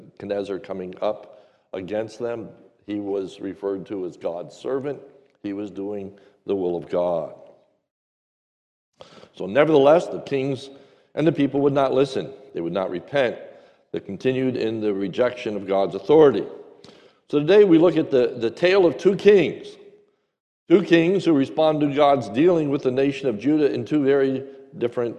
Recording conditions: large echoing room